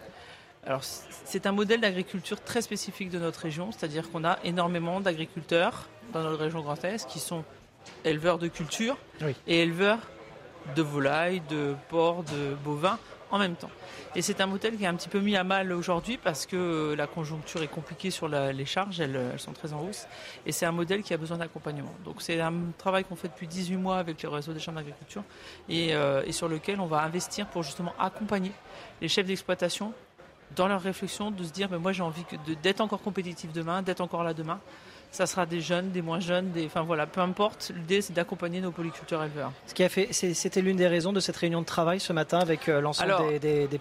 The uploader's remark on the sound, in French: RCF en direct de la 77e Foire de Châlons